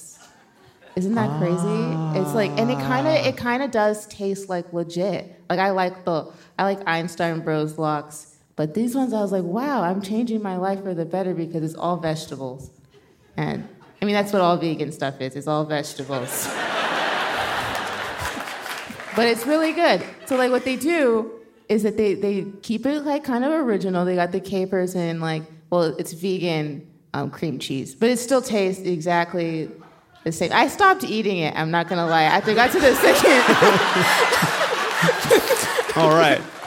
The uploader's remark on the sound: Live from Portland!